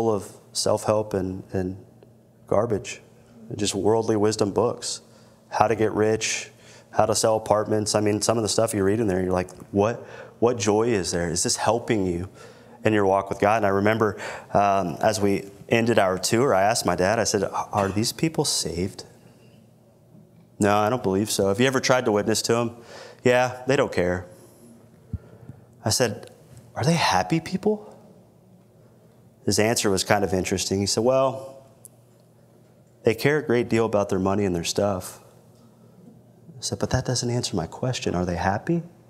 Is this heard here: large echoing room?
yes